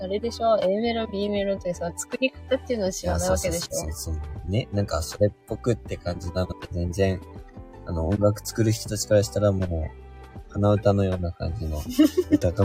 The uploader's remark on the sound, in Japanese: LIVE キャンプ場からお届け。